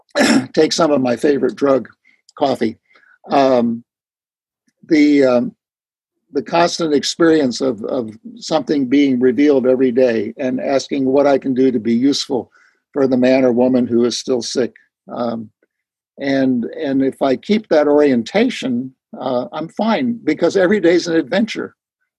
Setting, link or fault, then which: link, video call